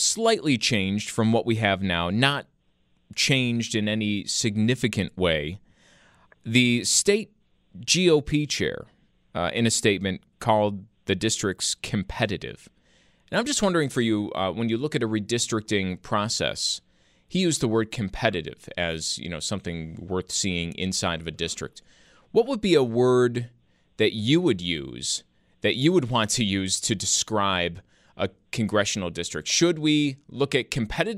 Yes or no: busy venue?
no